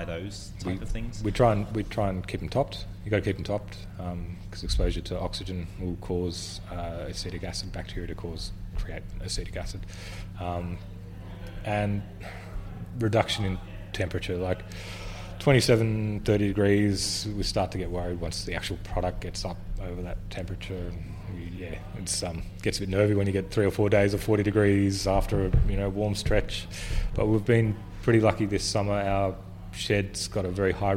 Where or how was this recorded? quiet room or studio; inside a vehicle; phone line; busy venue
busy venue